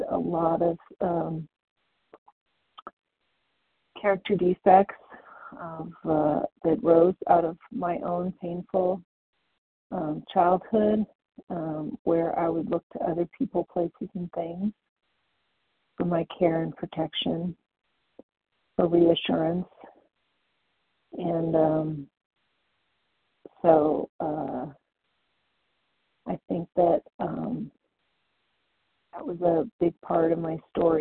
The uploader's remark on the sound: the 100 Pounders Phone Meeting